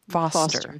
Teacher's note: Yeah, you don't pronounce that R.